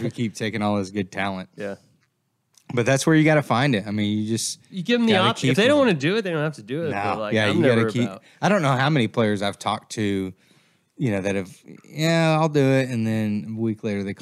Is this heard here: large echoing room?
no